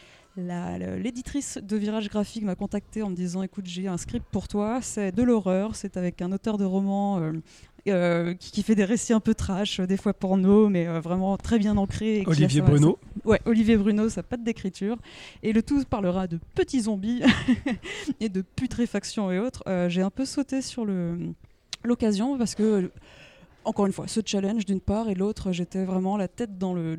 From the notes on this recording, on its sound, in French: lors de la dernière édition du festival Formula Bula à Paris.